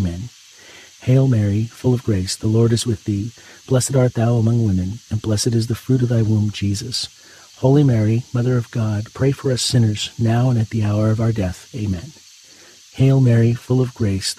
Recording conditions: outdoors